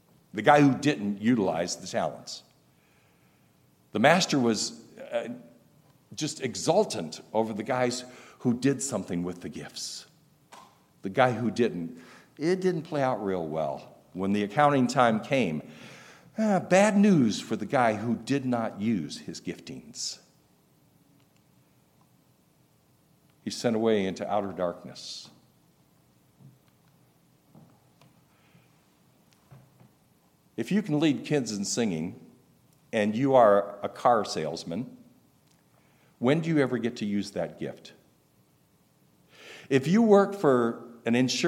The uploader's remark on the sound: recorded August 19, 2023, at Ringgold Seventh-day Adventist Church